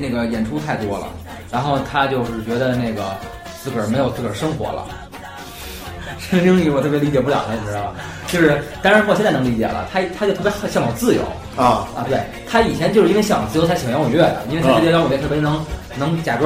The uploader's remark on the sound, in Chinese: 人声部分是用录音机外录的，所以听上去可能有些辽阔